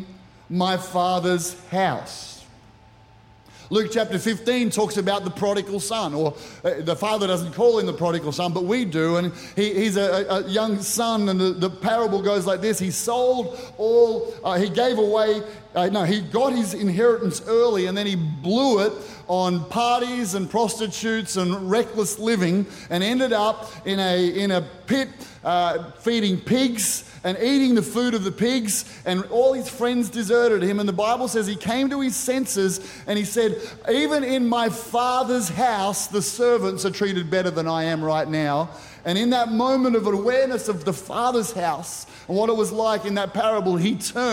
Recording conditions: live audience